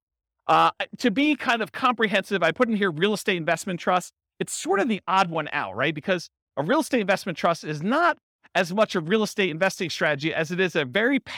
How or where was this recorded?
live audience